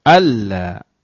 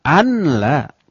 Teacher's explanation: Nunnya itu masuk ke dalam huruf lam, tapi tanpa dengung. · Shown in: first take · Term: idgham bila gunnah